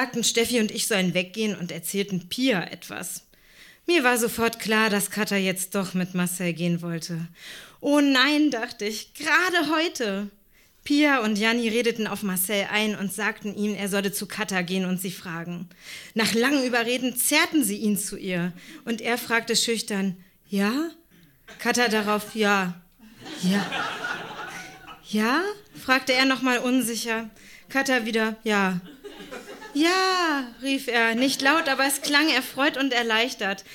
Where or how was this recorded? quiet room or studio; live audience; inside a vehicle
live audience